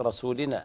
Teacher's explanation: السين في الموضعين حكمها الترقيق، لا تكون رسول فتفخم السين تحول إلى صاد